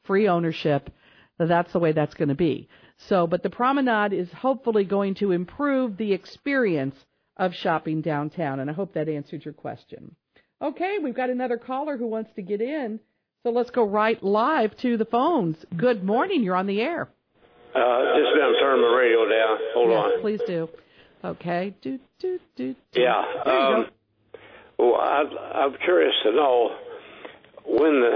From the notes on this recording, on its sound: open phones